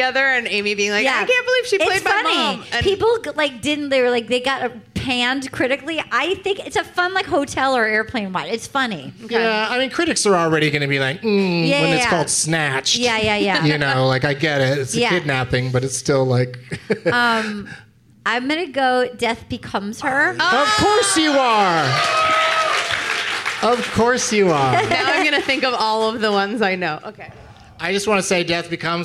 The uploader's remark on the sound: Live from the Gateway Theatre as part of San Francisco Sketchfest